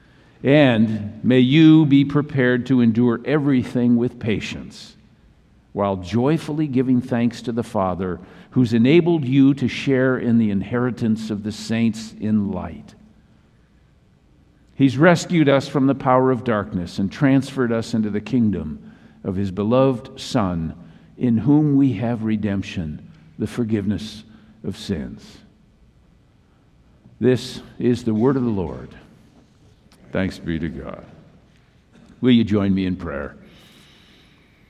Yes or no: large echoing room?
yes